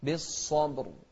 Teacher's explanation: والباء مقلقلة والراء أيضا مفخمة، والحمد لله رب العالمين.